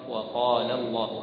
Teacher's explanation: هنا يوجد بعض التنبيهات بالنسبة للمد الطبيعي وما يتعلق به، يحذر القارئ من زيادة المد الطبيعي عن حركتين، كما إذا قرأ وقال وقال الله، فلا يمد كلمة قال أكثر من حركتين فيقرأ وقال الله، أما إذا قال وقال الله صار لحنا في القراءة، فيعني ينتبه القارئ لذلك.